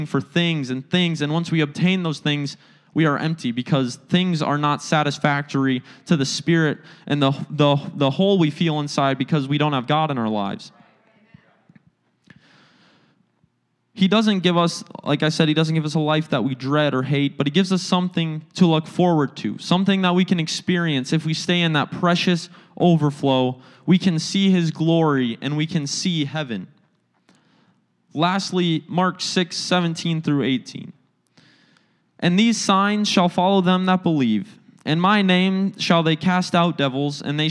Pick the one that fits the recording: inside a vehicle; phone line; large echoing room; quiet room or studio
large echoing room